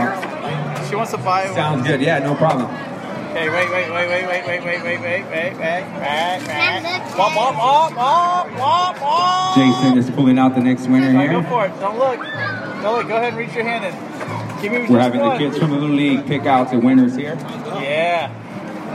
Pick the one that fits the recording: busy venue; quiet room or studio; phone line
busy venue